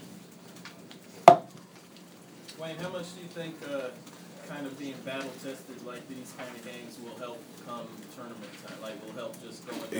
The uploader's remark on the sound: Press Conferences & Post-Game Interviews. At Allen Fieldhouse.